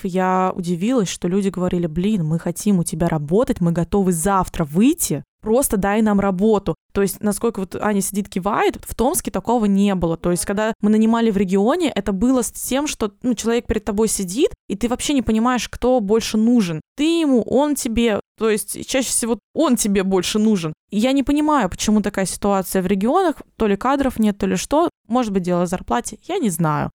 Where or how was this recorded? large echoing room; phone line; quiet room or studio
quiet room or studio